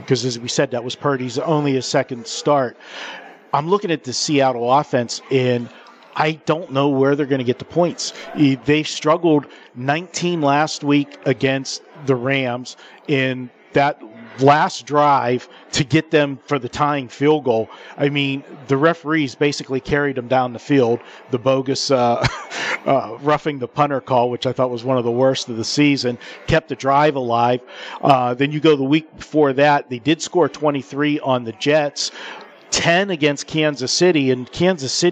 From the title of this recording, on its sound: Live From The Superbook at the Westgate Las Vegas